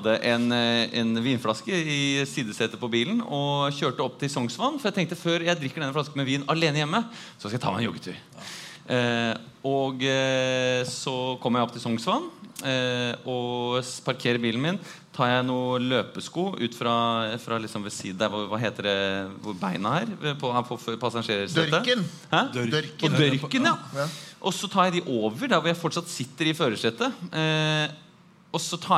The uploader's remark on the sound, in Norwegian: Live fra Salt